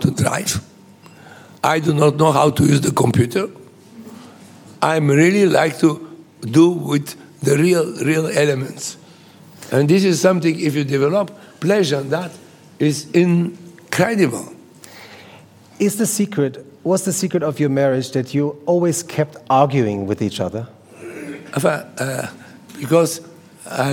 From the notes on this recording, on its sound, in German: im Rahmen des ZEITmagazin-Gespräches in München aufgezeichnet